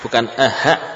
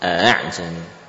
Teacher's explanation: A'a, bukan aha, ya. Bukan mengganti hamzah menjadi ha, tapi dibaca setengah-tengah, ya. Setengah hamzah, setengah alif. · Shown in: second take · Term: tashil